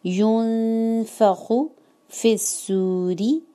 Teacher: यून नून पर इख़फ़ा होगा, गुन्ना होगा, आप इसको होल्ड करेंगे